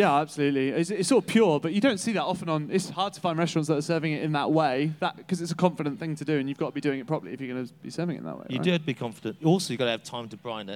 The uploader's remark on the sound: Live at Big Feastival 2023, joined on The Exchange stage